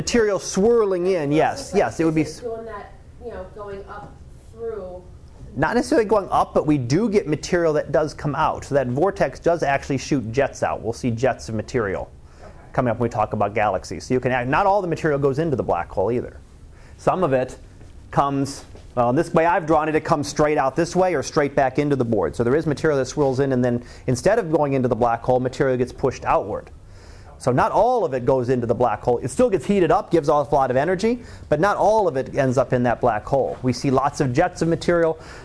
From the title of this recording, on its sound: Live Class Lecture